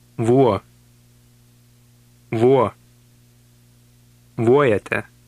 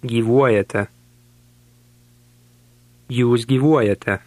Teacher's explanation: Note the long wo sound in the middle of the word.